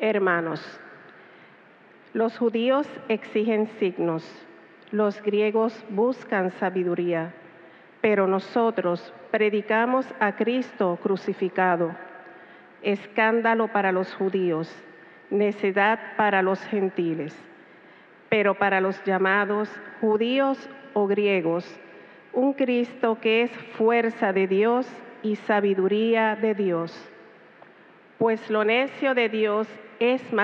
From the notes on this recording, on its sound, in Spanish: Grabada en la celebración eucarística dominical en nuestro Santuario el sábado 2 a las 6:00 P.M.